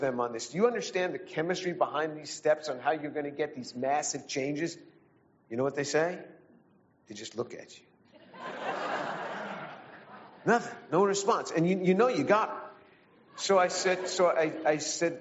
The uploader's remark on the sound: This event took place at the River Oaks Country Club in Houston, Texas in October 2022.